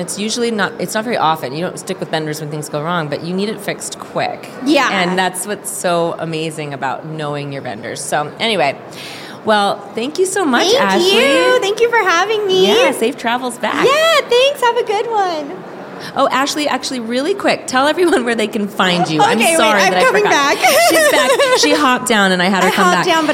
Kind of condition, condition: setting, live audience